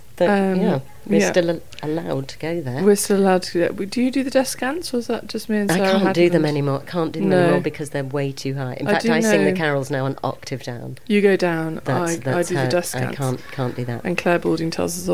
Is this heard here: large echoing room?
no